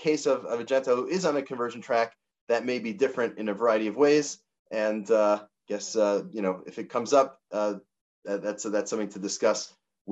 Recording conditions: video call